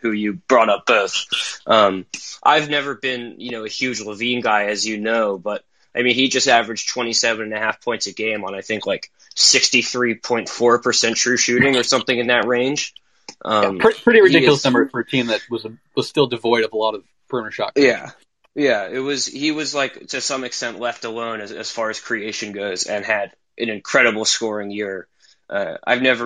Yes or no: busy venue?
no